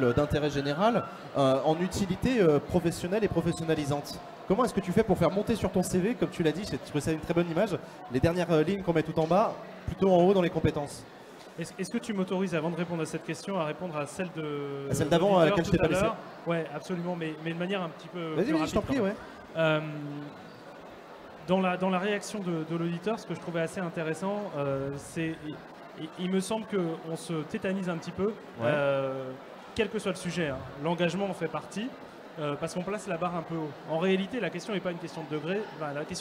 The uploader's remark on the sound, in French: Accropolis était en direct du Salon européen de l'Education - Salon de l'orientation 2017